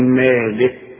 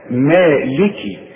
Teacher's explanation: والكاف كتير قوي يغلطوا فيها ويسكنها، يقول لك مالك يوم الدين، لا يا سيدي، تسكنها إذا وقفت تقول مالك، إنما إذا وصل اكسر الكاف، مالكي، ها، مالكي يوم الدين.